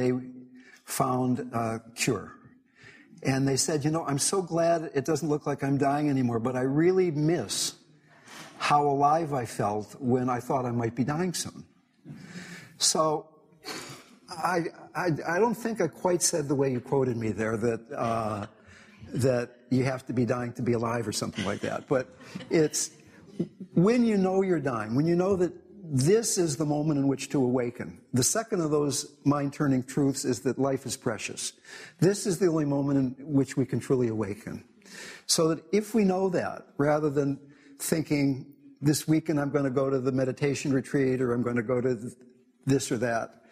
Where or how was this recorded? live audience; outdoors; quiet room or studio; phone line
live audience